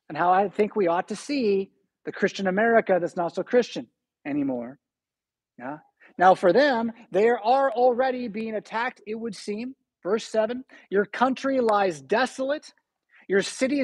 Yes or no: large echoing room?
yes